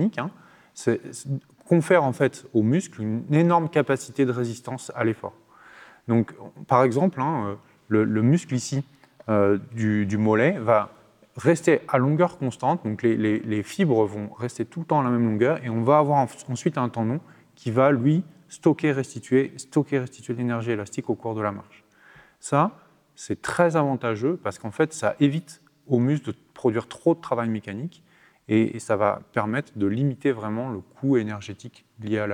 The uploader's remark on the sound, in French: Une émission enregistrée en public dans le cadre des Conférences éton'Nantes du Muséum d'histoire naturelle de Nantes Métropole et de la Fête de la science 2023.